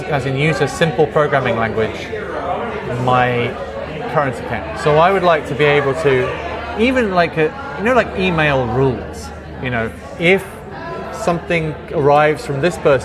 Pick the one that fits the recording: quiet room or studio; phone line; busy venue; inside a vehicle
busy venue